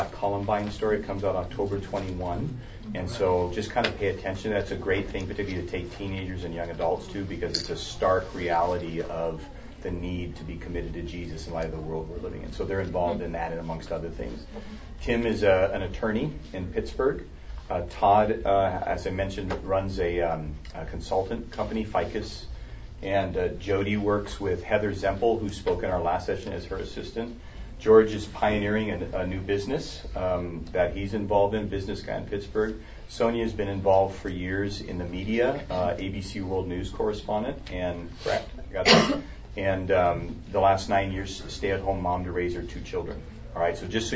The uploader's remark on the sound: A Live Small Group Demonstration. The following audio comes from the 2016 National Disciple Making Forum with Discipleship.org.